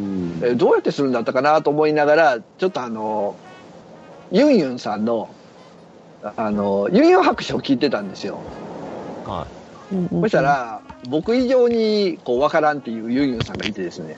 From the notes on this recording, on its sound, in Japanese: 雑音が多いですがご了承ください